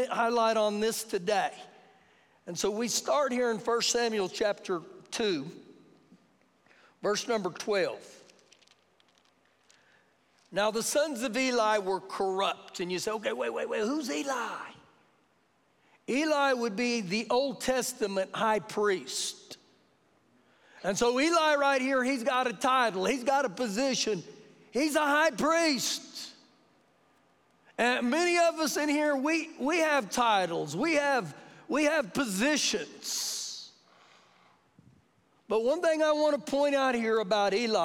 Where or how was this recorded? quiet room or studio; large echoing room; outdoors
large echoing room